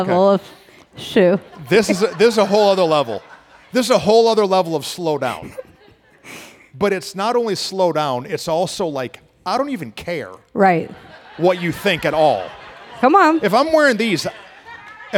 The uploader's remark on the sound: We had a live recording to celebrate our 100th pod